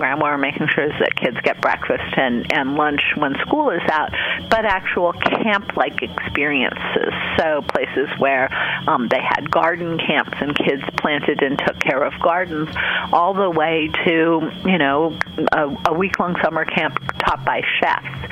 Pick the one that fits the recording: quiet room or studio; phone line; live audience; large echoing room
phone line